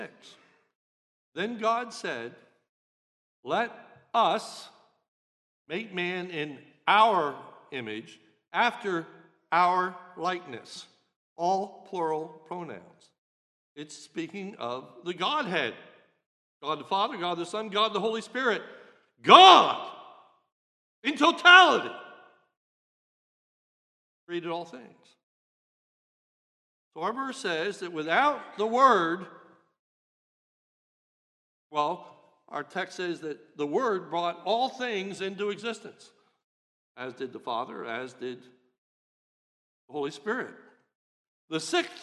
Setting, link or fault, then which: setting, large echoing room